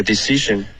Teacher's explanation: Decision 这个 I 的音舌头降稍微低一点